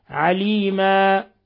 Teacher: نقف عليه بالألف وهذا يسمى عند القراء مد عوض ولا نزيد عن حركتين